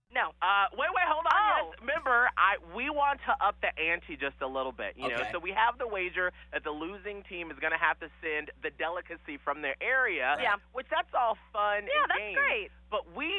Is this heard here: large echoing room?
no